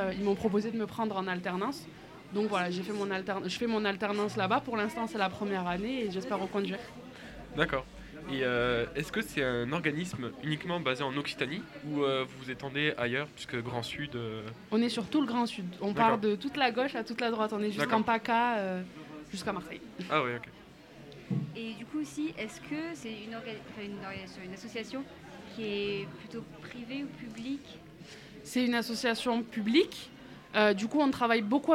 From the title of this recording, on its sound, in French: Live au Lycée Henri Matisse